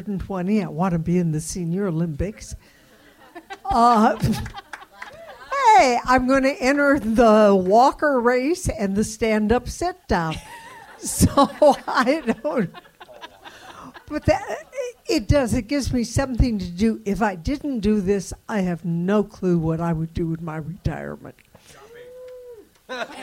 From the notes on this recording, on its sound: It's our second year hosting the LIVE Q&A podcast after Reimagine's "Good Grief" comedy show at the legendary Punch Line comedy club. We had the pleasure to record on stage right after the show.